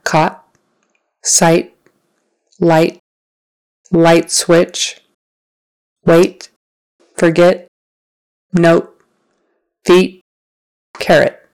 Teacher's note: you can hear that those are shorter than the regular T, like talk and less air